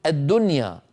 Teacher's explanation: العرب تقول الدنيا، الدنيا مظهرة النون، ولا يقولون الدنيا، مع أنه قد اجتمع في النطق نون ساكنة بعدها ياء.